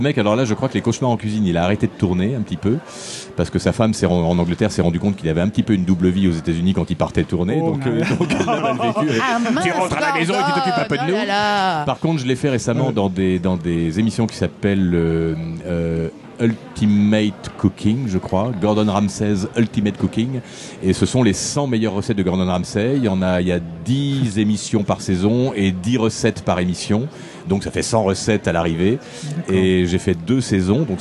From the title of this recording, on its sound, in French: Au coeur de la convention du Fantastique de Rouen